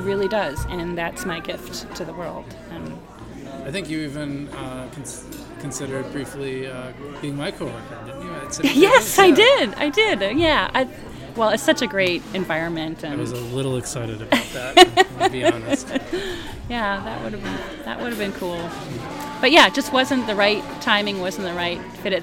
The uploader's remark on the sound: Live at Daly's